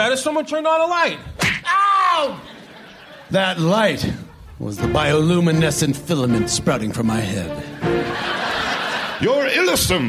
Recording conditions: live audience